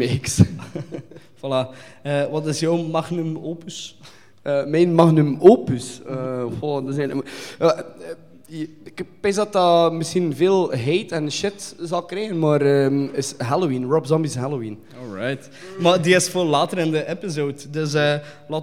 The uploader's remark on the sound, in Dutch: Onze eerste live vuurdoop als podcast is een feit! Speciaal voor het Razor Reel Flanders Film Festival hebben we een special rond horror remakes in elkaar gestoken.